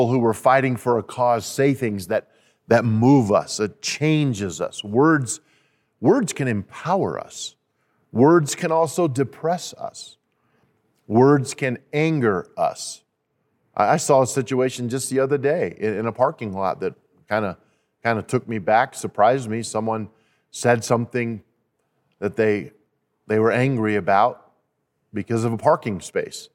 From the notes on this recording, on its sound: At Timberline Church. Live.